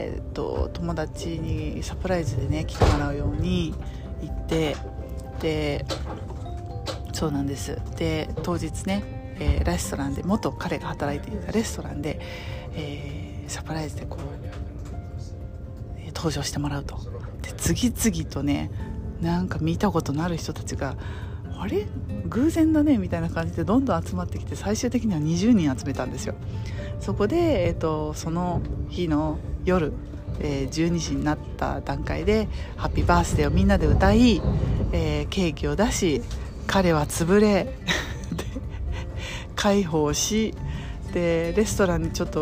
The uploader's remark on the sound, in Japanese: イタリアはコモへ行く途中の電車の中で収録しました。